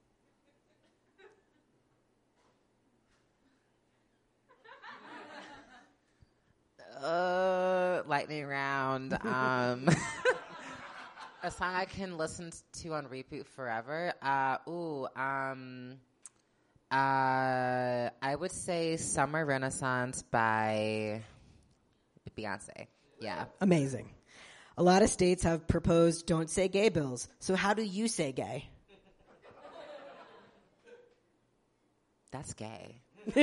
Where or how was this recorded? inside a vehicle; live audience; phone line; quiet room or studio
live audience